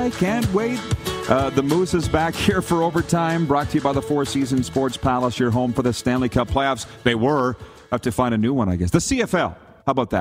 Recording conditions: busy venue